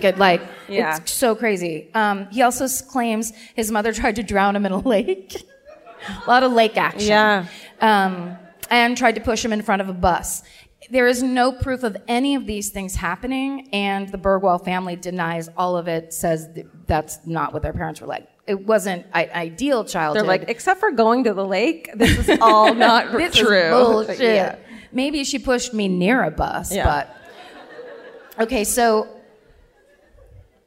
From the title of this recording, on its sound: Live at the Chinateatern in Stockholm